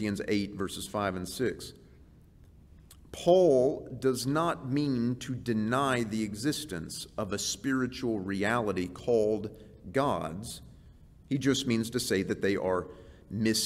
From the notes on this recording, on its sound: This series is presented before a live audience in HCU's Wednesday Chapel service.